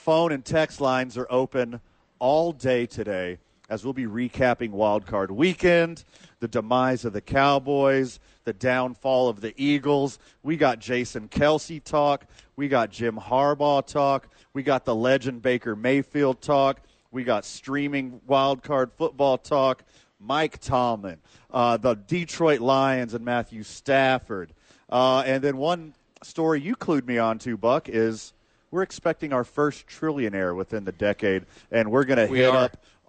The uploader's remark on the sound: live from The Duke Store